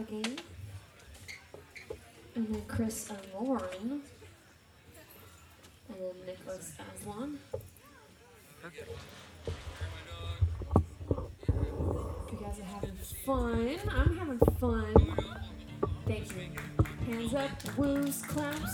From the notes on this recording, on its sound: Recorded live at Late at the Lake, at Mozart's Coffee Roasters in Austin, Texas on Tuesday, May 10th, 2022.